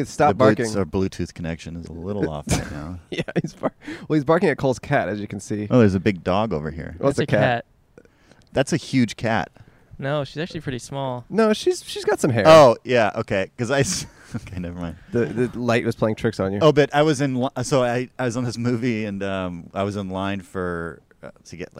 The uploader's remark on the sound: backyard in Los Angeles